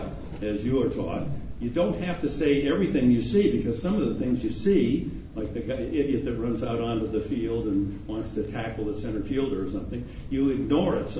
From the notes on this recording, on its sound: A clip from the Axthelm Lecture. In the Marquette University Alumni Memorial Union.